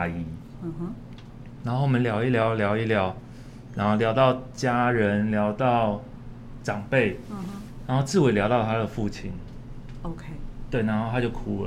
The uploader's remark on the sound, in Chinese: 本集節目在「Sidoli Radio小島裡」現場錄製，並共同播出。